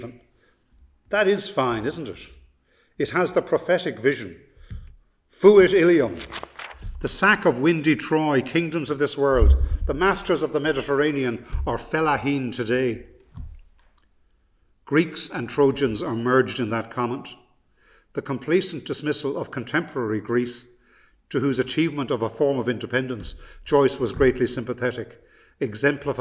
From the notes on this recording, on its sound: The Lecture was delivered from the King's Inns